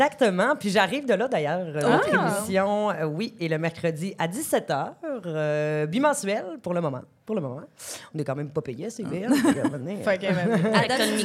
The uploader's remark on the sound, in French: Enregistré devant public à l'Idéal à Montréal.